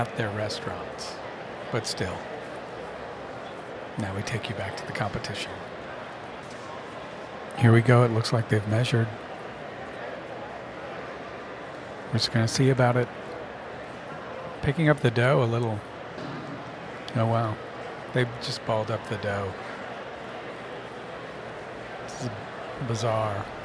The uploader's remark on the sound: Scenes from an Italian Pizza Restaurant Convention in Vegas